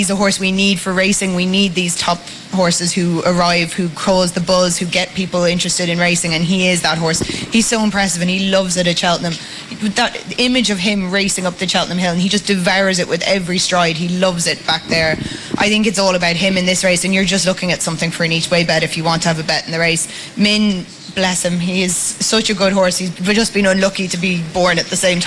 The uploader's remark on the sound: Originally broadcast live from Connolly's Redmills, Kilkenny, on Thursday 7 March 2019.